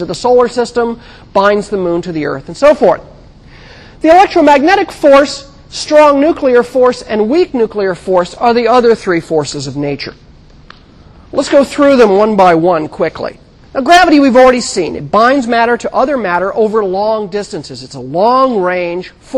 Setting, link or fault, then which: setting, large echoing room